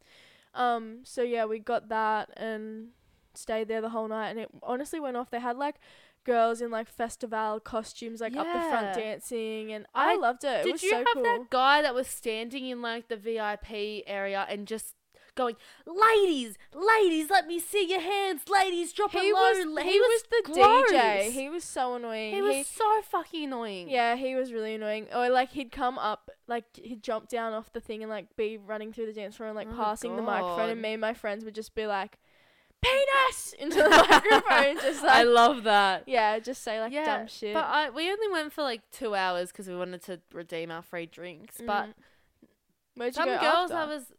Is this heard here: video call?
no